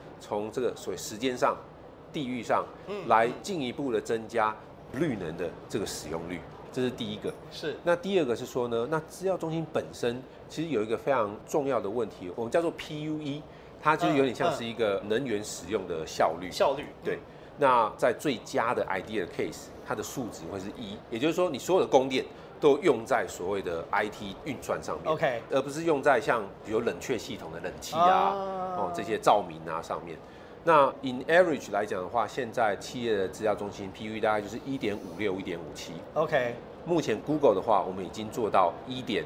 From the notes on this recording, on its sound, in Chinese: 繼續把錄音室帶到AI EXPO Taiwan的展覽會場。在AI EXPO直播訪談現場。